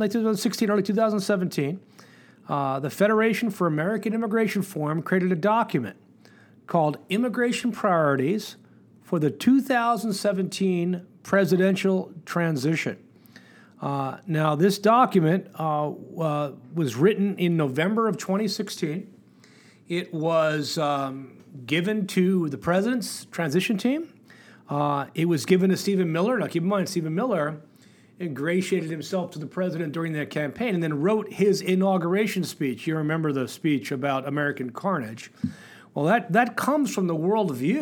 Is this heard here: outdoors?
no